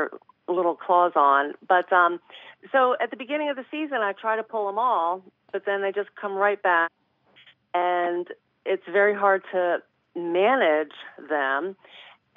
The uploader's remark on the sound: your fabulous phone calls!